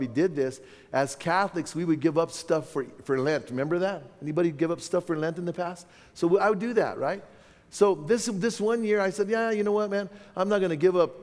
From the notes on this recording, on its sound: from the 2017 Southwest Men's Conference